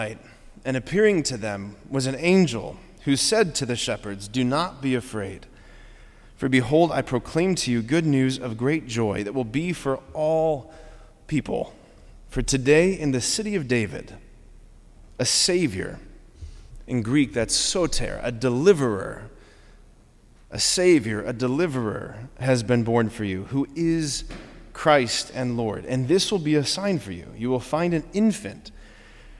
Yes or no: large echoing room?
yes